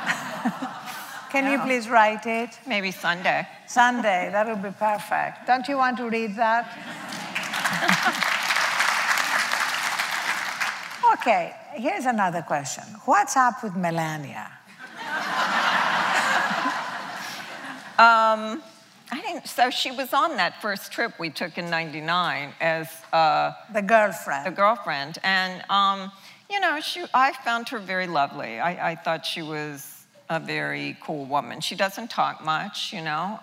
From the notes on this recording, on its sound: The conversation was recorded on Oct 24, 2016 in front of a live audience at New York's 92nd Street Y.